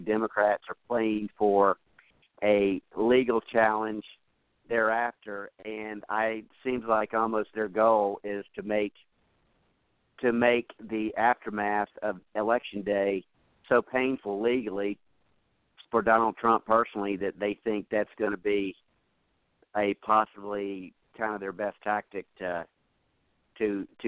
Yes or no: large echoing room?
no